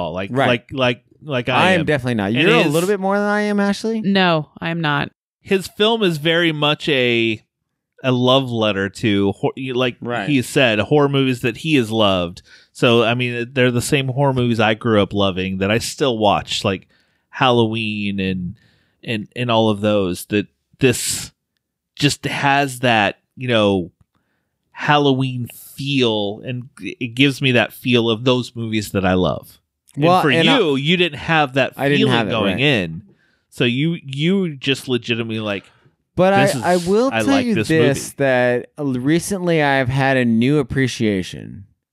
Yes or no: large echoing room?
no